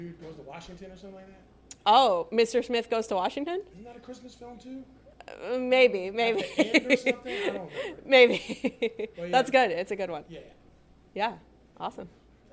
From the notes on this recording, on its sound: A special LIVE episode recorded during our launch party! Back in September, we hosted a meet-and-greet/party/podcast recording at The Dugout in the Bronx, with food from La Cueva Fonda and guests from all across the borough.